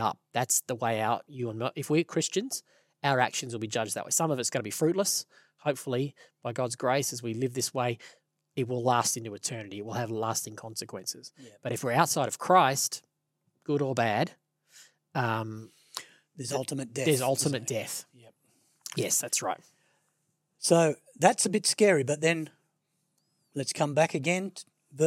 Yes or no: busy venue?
no